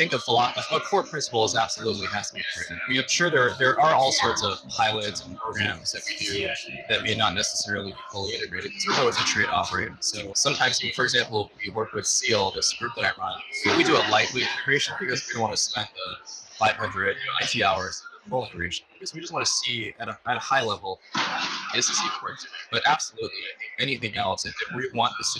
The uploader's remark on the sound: it’s an Interview in Action live from HLTH